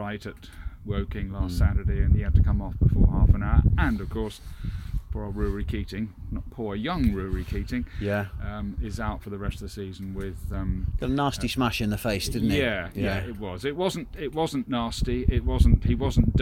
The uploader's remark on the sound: The boys are outdoors again for this week's podcast. They have a guest with them.